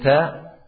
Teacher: ta adalah ujung lidah dengan pangkal gigi seri atas